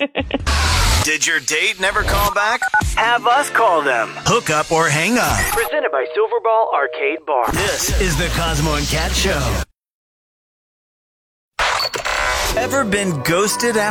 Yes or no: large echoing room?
no